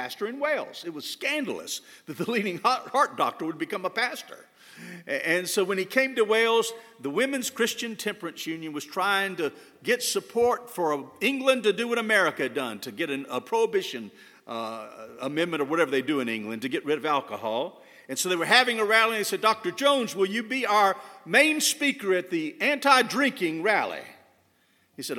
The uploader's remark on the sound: At First Baptist Church Hendersonville, NC.